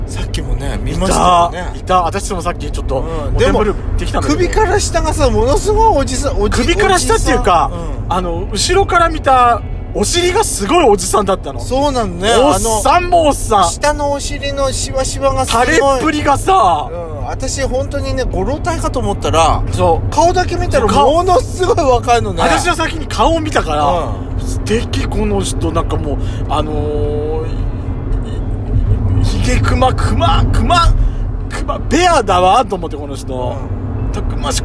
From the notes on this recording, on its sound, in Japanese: ドスドライブ収録。ロードノイズゴメンね。